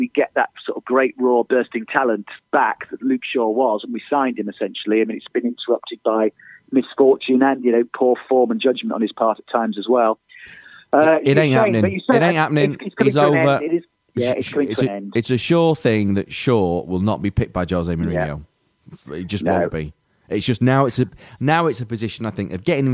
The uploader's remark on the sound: on the phone